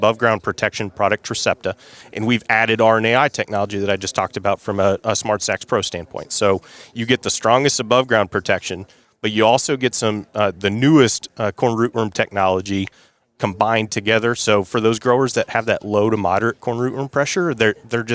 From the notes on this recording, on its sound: AOA was live from the National Association of Farm Broadcasters Annual Convention in Kansas CIty.